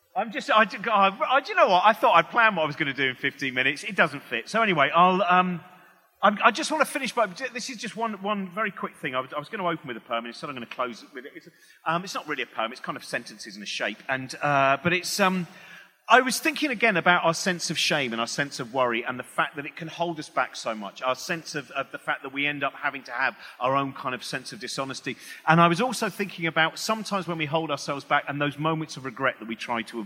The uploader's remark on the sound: Recorded on 10th Feb 2020 at EartH Hackney.